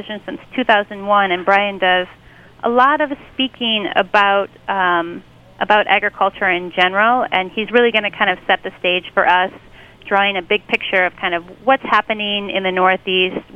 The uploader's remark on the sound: on the phones